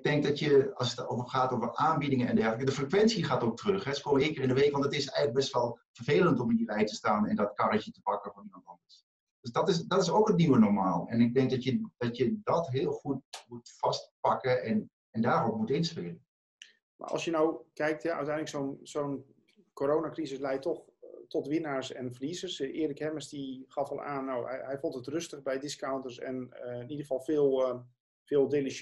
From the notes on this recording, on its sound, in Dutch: De podcast is oorspronkelijk opgenomen als videopodcast en mogelijk van iets mindere geluidskwaliteit dan u van ons gewend bent.